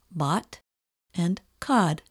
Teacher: Another sound you should watch for is the short O, as heard in the words bot and cod. Your lips do not need to be round to produce this O sound.